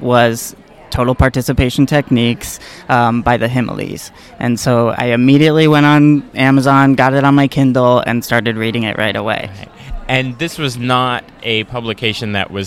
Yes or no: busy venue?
yes